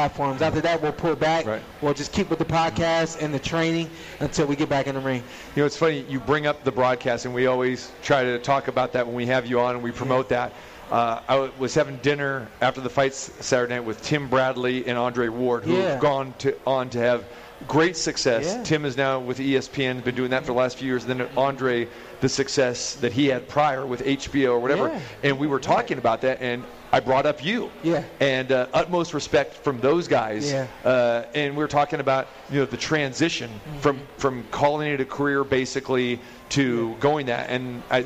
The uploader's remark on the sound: Live at the Cosmopolitan of the Las Vegas